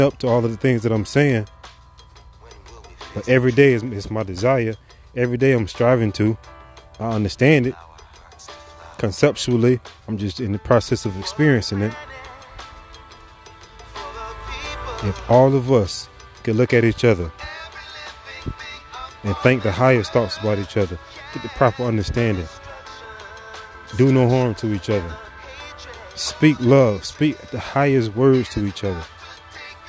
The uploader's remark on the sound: I thank you for listening besides the wind (walking on a nature trail at Abacos Gardens). I fumbled over a few of my words (nervousness), and a few other mistakes.